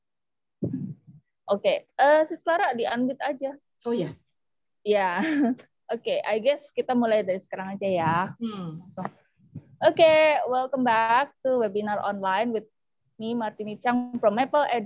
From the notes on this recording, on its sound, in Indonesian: Dalam sesi zoom kali ini.